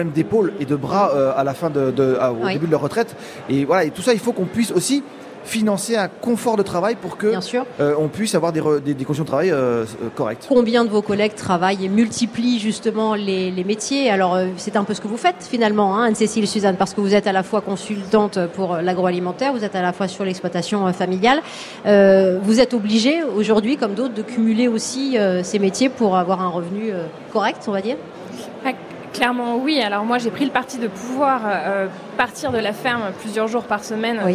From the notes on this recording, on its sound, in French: Au salon de l'agriculture. Deuxième journée en direct du Salon de l'Agriculture pour Ma France.